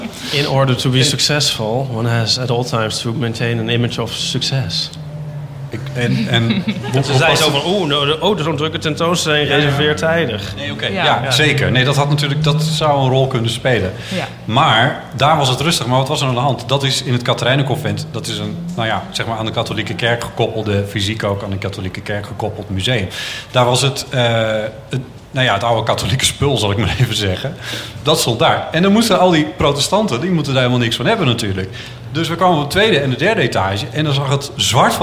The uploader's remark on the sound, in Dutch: Op zaterdag 24 augustus 2019 waren we te gast op het Groningse Performance Arts Festival Noorderzon